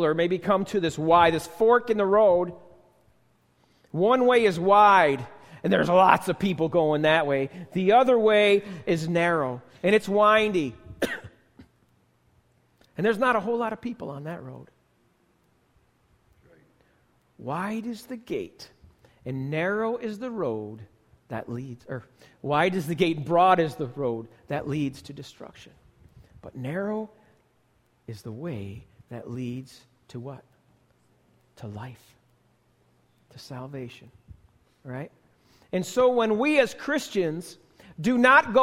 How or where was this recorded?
large echoing room